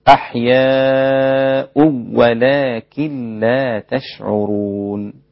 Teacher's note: الإمام خلف قرأ بإدغام بلا غنة